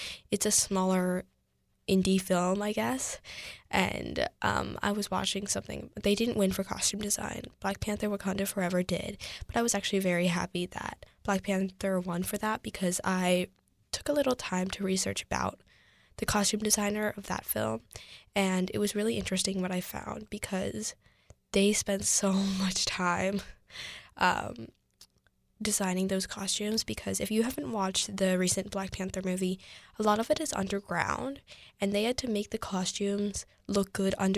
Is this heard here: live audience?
no